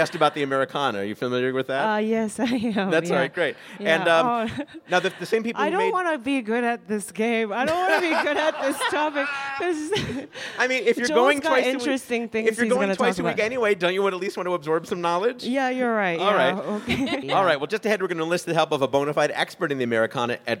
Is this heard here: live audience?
yes